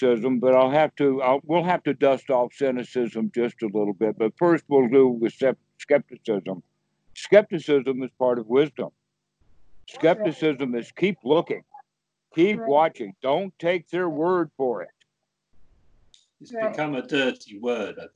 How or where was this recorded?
video call